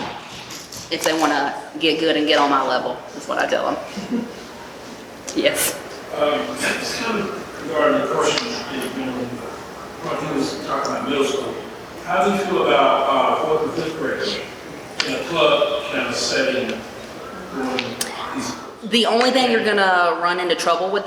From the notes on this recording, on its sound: In this episode, I and two of my dissertation committee members present a introduction esports presentation at the 2022 GaETC Conference in Atlanta, GA.